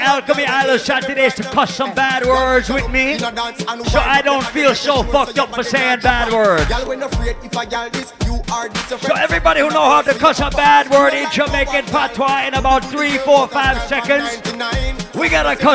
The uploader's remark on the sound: LIVE AUDIO FROM ISLAND SATURDAYS ON OCT 14TH.